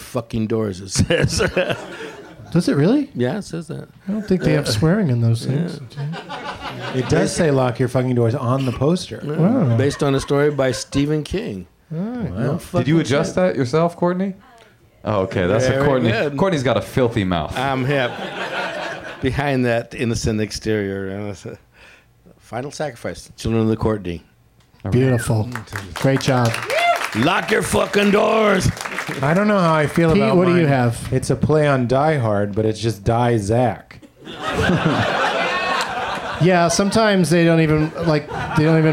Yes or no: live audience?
yes